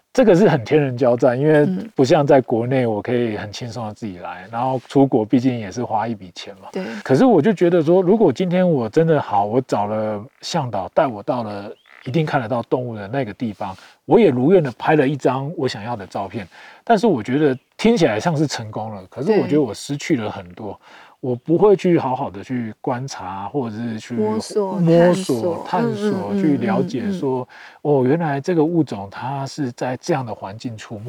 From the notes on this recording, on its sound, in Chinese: 本集非常特別，我們來到山林中錄音。在戶外席地而坐。